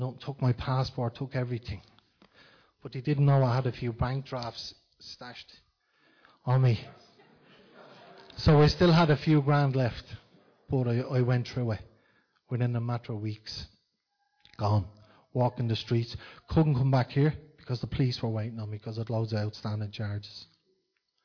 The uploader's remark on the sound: Recorded live in Liberty Church